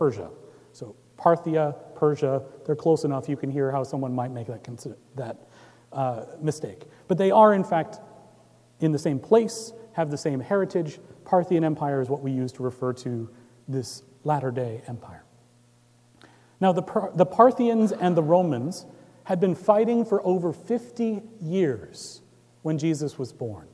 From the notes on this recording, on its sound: Recorded Jan 7, 2018 at Trinity Presbyterian Church in Bixby, Okla.